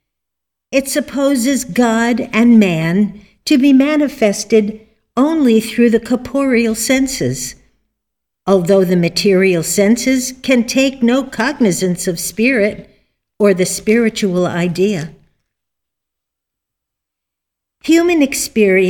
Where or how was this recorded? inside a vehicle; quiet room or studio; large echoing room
large echoing room